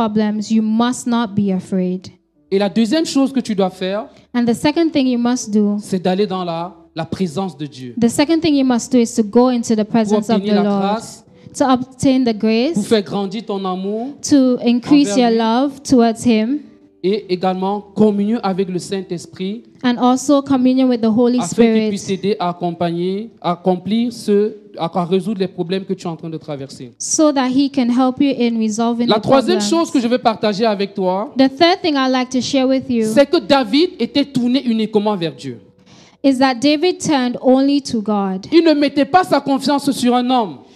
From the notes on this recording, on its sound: Preached during Joyful Hour Sunday Service